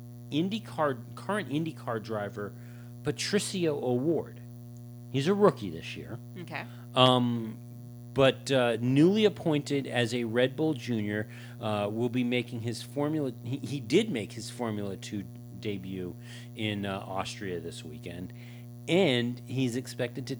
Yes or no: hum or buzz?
yes